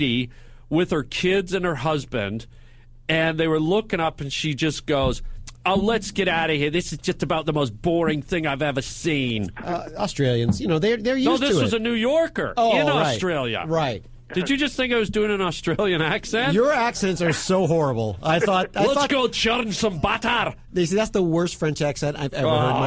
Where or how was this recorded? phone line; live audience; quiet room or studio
phone line